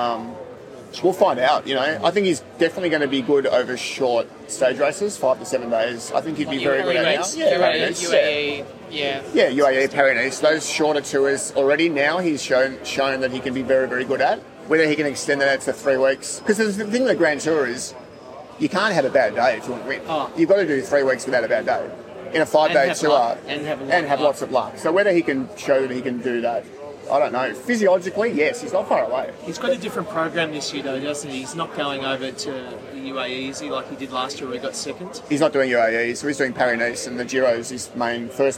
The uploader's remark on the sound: We're live at the Adelaide Hilton.